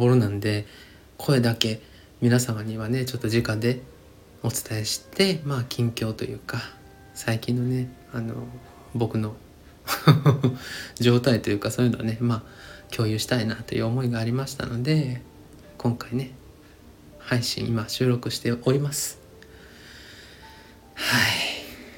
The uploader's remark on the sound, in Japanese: スタンドFMのアプリを使って回しっぱなしで収録しております。BGMが大き過ぎる箇所もあるかもしれませんがご了承ください。